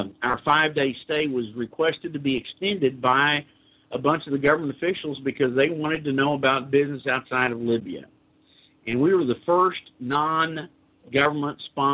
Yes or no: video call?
no